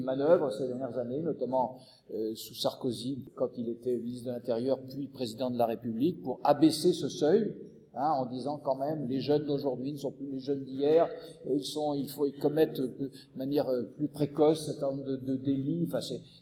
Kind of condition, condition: setting, large echoing room